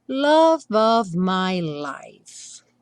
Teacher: Aqui, revisando of, no caso com som de V, esse F com som de V, e o love, como é, não é pronunciado, já vai ligar direto no O, né?